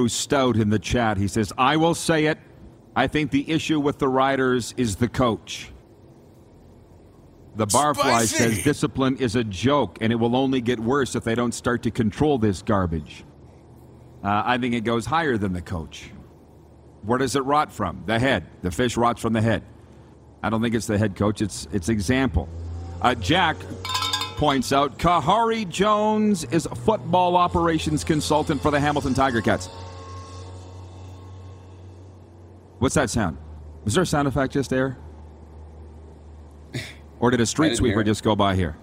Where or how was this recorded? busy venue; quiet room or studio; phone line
busy venue